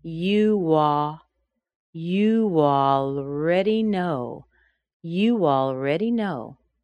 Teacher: Next we see you plus already. You is another oo sound. In phonetic symbols, it would look like a U plus a W, connected with the ah in already. And we get you wah.